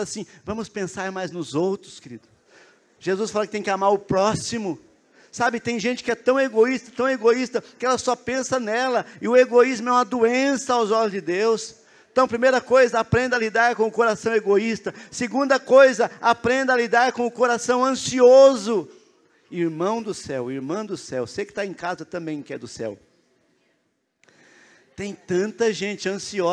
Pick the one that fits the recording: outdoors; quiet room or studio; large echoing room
large echoing room